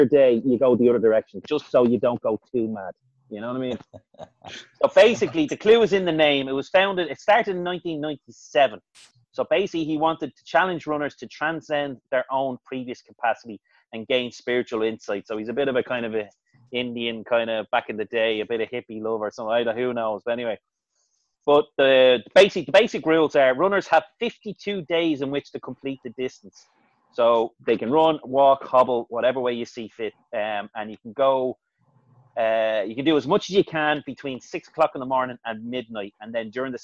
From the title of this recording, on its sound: Zoom Chat